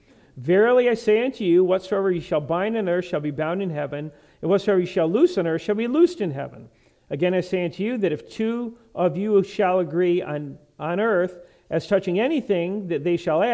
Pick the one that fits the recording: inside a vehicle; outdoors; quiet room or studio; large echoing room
large echoing room